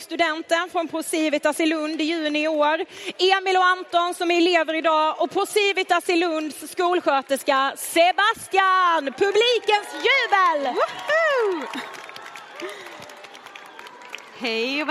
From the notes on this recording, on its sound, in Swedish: Livepodd från den 6 december 2023 i Avicii Arena.